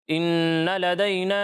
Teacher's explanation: جب بھی نون مشدد ہو تو وہاں ہم کیا کرتے ہیں؟ غنہ کرتے ہیں، یعنی ناک میں آواز لے جا کر اس کی ادائیگی کرتے ہیں، ٹھیک ہے؟ تو یہاں نون مشدد میں آپ نے غنہ کرنا ہے۔